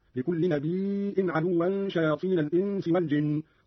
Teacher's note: قرأ قارون بهمز الياء من النبأ وهو الخبر: لكل نبي عدوا شياطين الإنس والجن، ويصير عنده مدا متصلا.